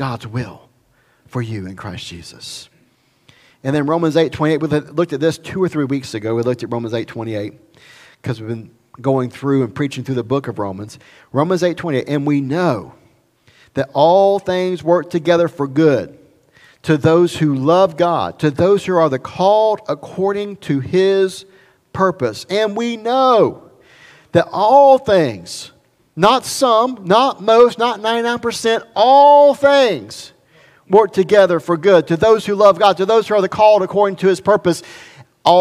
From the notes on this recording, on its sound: recorded at Highland Baptist Church Molino, FL